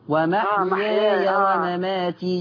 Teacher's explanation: الوجه الثاني انك تفتح الياء ما تبقاش مد لازم